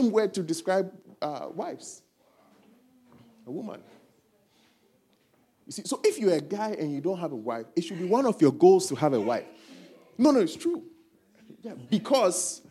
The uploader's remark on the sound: preached at our Faith Encounter Service